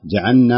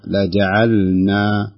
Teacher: في كلمة في قوله تعالى: ولو نشاء لجعلنا، لاحظنا النون الساكنة، النون متحركة وقبلها اللام الساكنة، لابد من تخليص اللام عن النون · Shown in: second take · يعني ما يصح نقول جعلنا هذا إدغام، الصحيح أن تخلص لجعلنا بهذه الطريقة.